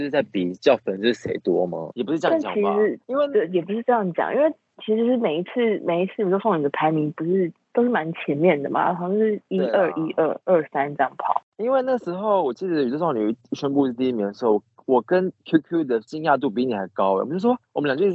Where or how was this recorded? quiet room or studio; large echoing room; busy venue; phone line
phone line